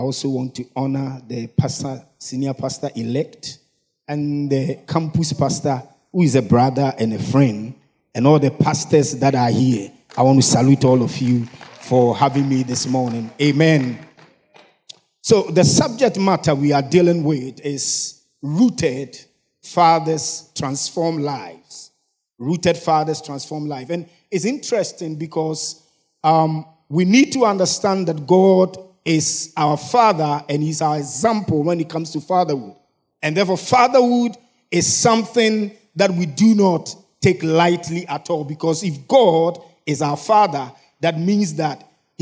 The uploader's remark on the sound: Sermon preached at CBC Shiashie Campus